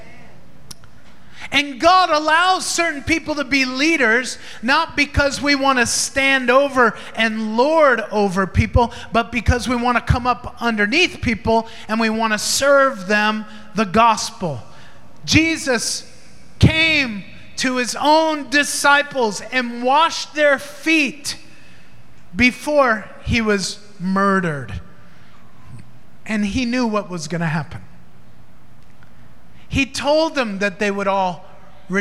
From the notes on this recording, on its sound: Recorded in Maranatha Family Church's Sunday Service at FIRE School of Ministry Philippines.